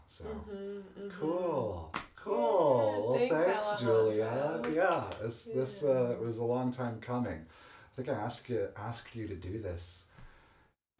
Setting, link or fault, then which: fault, sounds in the background